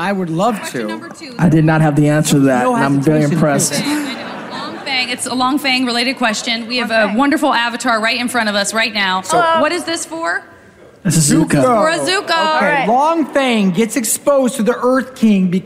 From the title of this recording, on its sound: Live From New York Comic Con 2022!